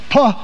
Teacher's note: Unquote. This means when you pronounce the sound of P, puh, you have to utter a vowel sound, the uh. So you haven't isolated the pure.